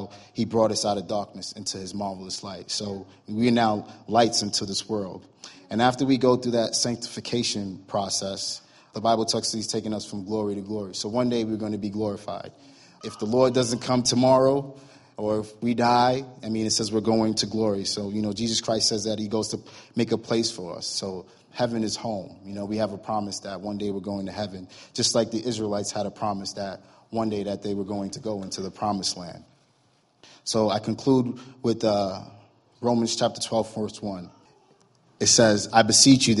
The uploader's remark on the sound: was recorded Sunday, November 26, 2017, during morning services at Celebration Life Family Church